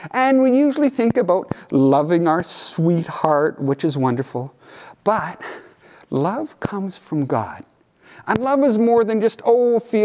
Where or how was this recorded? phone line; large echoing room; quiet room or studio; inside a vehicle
large echoing room